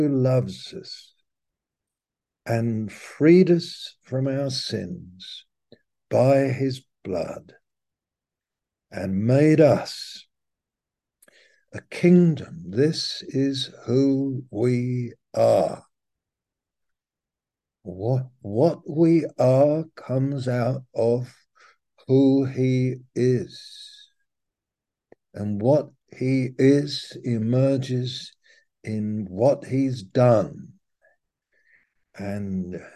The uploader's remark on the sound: Malaysia Meets (Zoom)